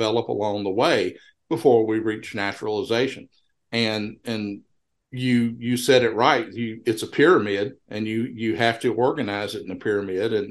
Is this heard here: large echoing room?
no